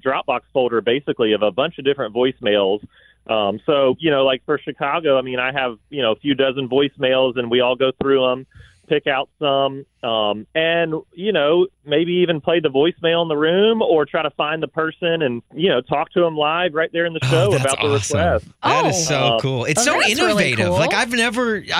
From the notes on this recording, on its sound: Called. Even got interview bombed.